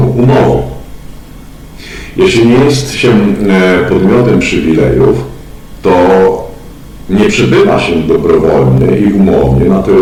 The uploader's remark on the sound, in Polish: Wybaczcie proszę jakość dźwięku.